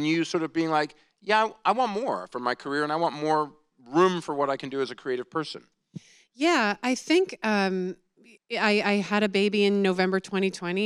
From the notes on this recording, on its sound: recorded back in April at this year's Deadline Contenders TV event